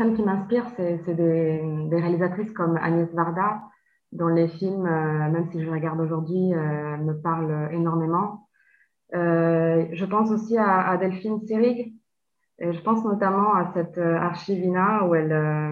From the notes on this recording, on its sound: forgive me for the audio (all done on Zoom)